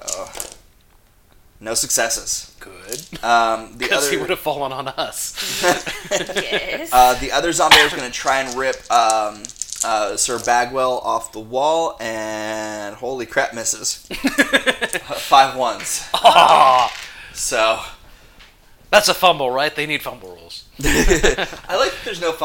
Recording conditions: sounds in the background